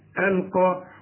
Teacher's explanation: القاف مفخمه ودي اعلى درجات التفخيم، القى، وخد بالك مرسومه ياء لكن بتنطق بالالف، القى معاذيره